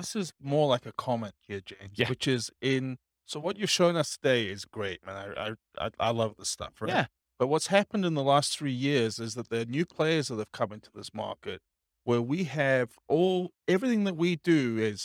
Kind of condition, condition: setting, live audience